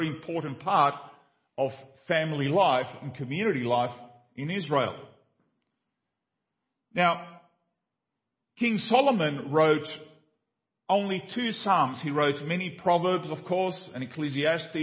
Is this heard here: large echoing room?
yes